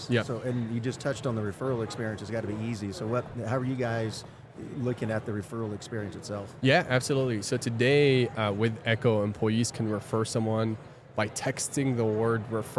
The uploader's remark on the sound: This is a special mini series recorded with Oleeo at HR Tech 2023. This is a special mini series recorded with Oleeo at HR Tech 2023.